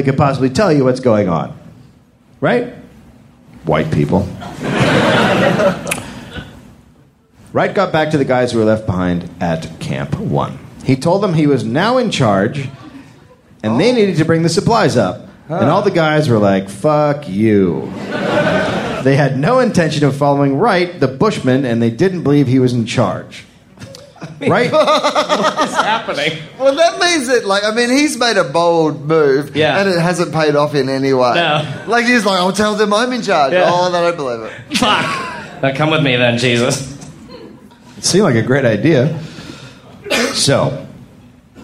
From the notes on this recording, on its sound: live in Sydney, Australia